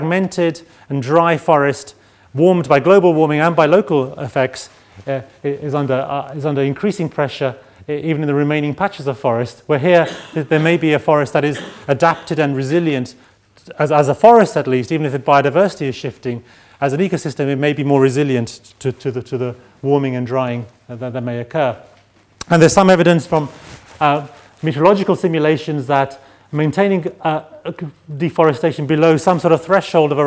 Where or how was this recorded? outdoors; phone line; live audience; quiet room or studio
live audience